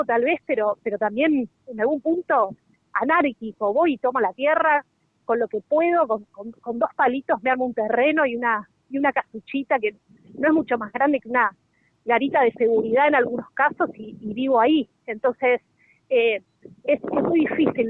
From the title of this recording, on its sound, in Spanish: en vivo desde Guernica